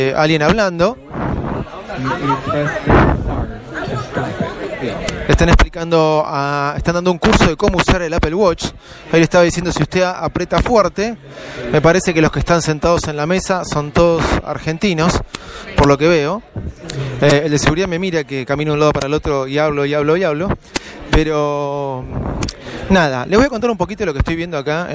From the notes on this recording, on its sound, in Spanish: DESDE APPLE STORE EN VIVO.